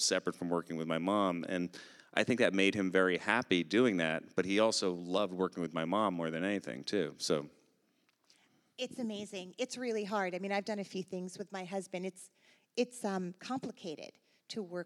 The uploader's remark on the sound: On stage in front of a live audience at The Atlantic Theater as part of her live podcast series.